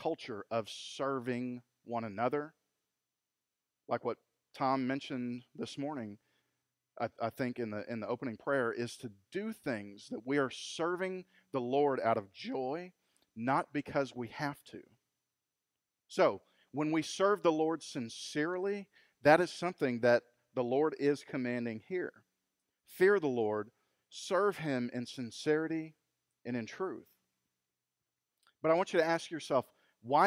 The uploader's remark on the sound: Recorded LIVE at Freedom Fellowship Church in Tontitown, Arkansas on Sunday August 23, 2020